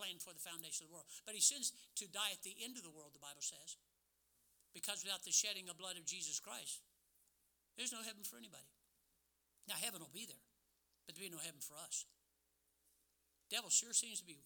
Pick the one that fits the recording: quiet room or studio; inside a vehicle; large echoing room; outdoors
large echoing room